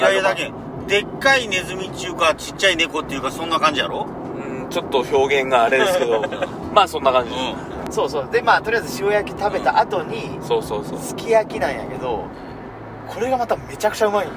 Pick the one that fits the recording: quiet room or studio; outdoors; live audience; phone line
outdoors